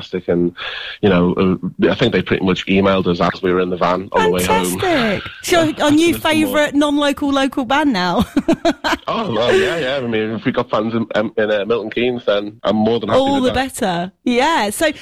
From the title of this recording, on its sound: Phone Interview